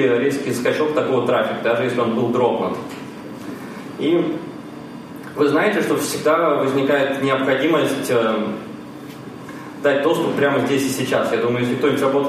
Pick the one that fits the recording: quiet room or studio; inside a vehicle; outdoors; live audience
live audience